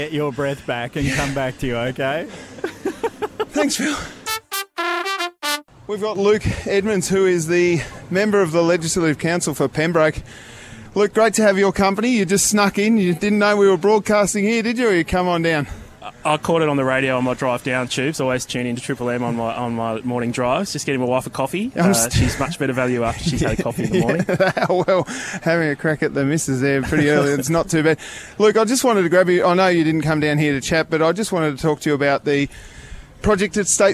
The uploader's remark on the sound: live at Banjo's Rosny